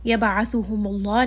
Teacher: Yaba'athuhumullah, name of Allah here is heavy because the letter before has a dhamma. Thumma, mim has a shadda, so this is going to have a bit more ghunna.